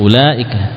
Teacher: Selalu dibaca pendek u-nya, ya, walaupun ada wawunya.